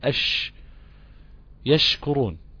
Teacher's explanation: هتلاقي فيه مسافة بين لسانك وبين غار الحنك الاعلى في حرف الشين، في مسافة كده ضئيلة جدا دي بتنتشر فيها الريح · Term: انتشار الريح